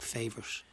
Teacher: South County Dublin would put SH sounds on T sounds, like favourite.